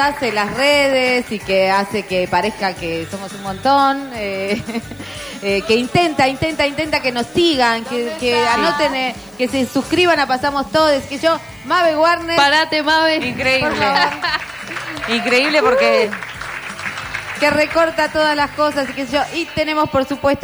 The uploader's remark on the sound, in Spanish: En la Mostra. Lo hicimos con público.